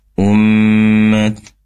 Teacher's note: ummah, di situ gunnah mim bertasydid, maksimalkan dengungnya. Ummat, kurang lebih 3-4 harokat.